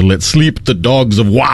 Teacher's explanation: You go back to when it was written, because of the vowel shift, it was closer to let sleep the dogs of war.